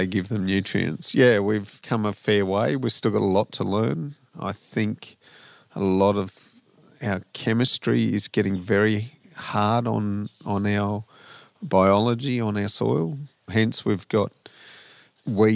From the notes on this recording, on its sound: outside on the verandah at “Wirrigai” to have this chat.